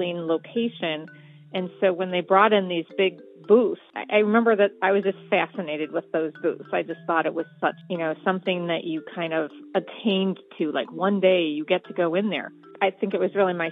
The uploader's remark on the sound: For this episode we recorded phone calls and received cell phone voice memos.